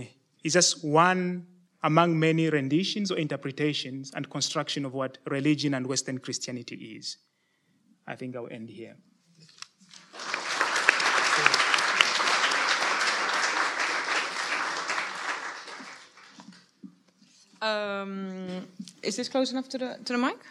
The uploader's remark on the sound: Denkwerk Festival Lecture and conversation. De Lindenberg.